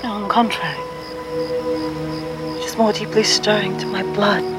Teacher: You can hear how Madeline Stowe sounds like a breathy English beauty losing her accent to the wilderness